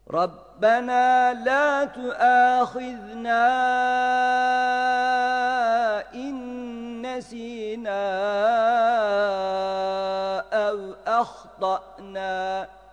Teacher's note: Ehta'na derken hem hı harfi hırıltılı olarak telaffuz edilsin, hem de ehta ta derken hemze iyi belirtilsin